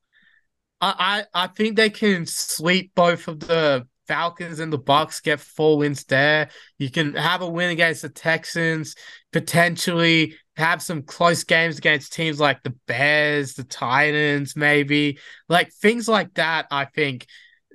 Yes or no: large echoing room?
no